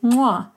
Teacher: you'd say mwa, and this has a nasal bilabial click consonant